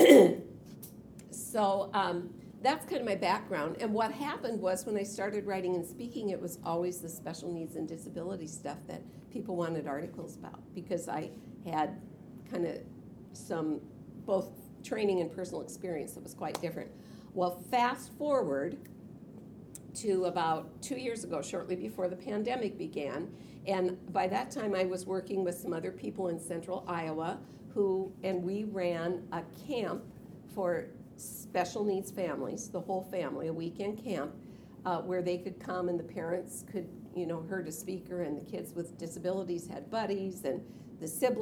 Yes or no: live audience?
yes